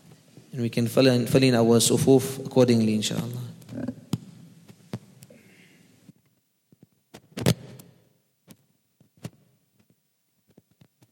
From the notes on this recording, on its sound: at the Houghton Masjid (West Street)